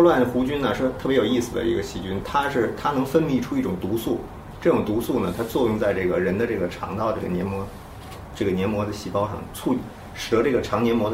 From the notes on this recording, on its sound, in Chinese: 本期节目为在张大妈办公区用录音笔录制，可能有街道上的杂音，请见谅。